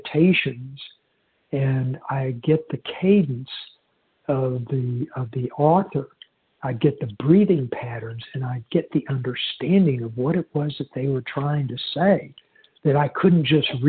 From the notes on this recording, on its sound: 100 Pounders Phone Meeting